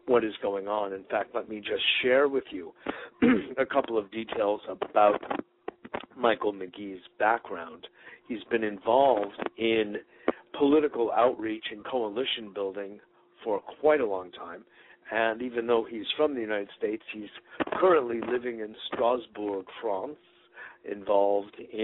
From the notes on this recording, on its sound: Today is a chance for listeners to call